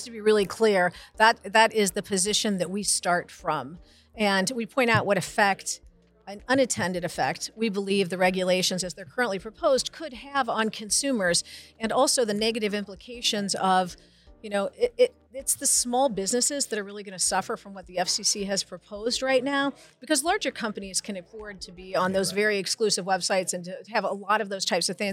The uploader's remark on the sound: SOCAP Spring Symposium Podcast Booth '23